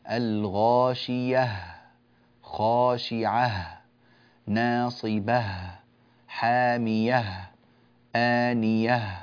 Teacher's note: ننبه في هذه الآيات إلى الوقف على الهاءات في أول السورة ببيانها: الغاشية، خاشعة، ناصبة، حامية، آنية. لابد من بيان الهاءات، لا نقول آنية حامية ولا ننطق هاء، الهاء تخرج من أقصى الحلق